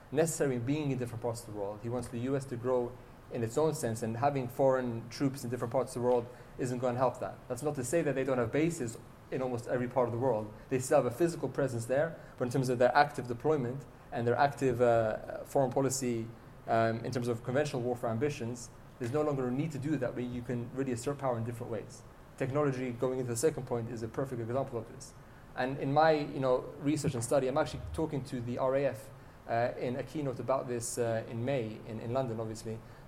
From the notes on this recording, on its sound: This keynote was delivered on the 27th February 2020 in Helsinki, Finland, as part of the International Trade and Forfeiting Association Fintech Discovery Day Conference.